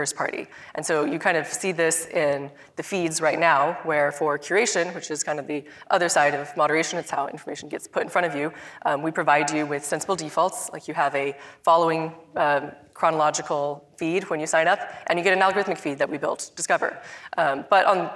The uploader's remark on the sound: We've got a nice fresh live recording for you today! The Knight Foundation's INFORMED Conference. Panel discussion.